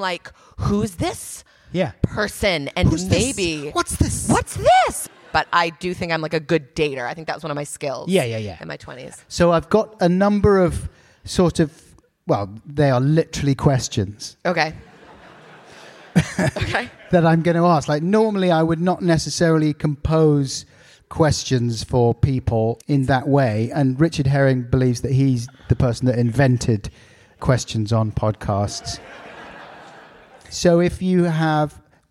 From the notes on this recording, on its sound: AT LONDON PODCAST FESTIVAL 2019. In front of a live audience at the London Podcast Festival.